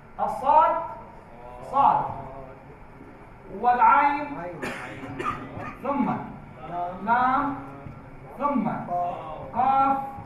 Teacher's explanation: أنها تلفظ بهجاء ثلاثة أحرف أوسطها حرف مد، مقدار مده ست · Term: مد لازم حرف